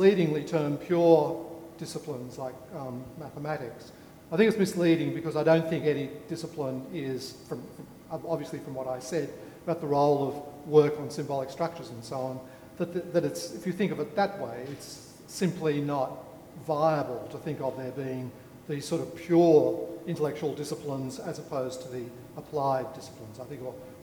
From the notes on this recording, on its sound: A Sydney Ideas event on 25 March 2014